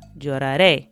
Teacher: So we're adding the letter E with an accent over it. Again, so the stress is on the last syllable, which again is very important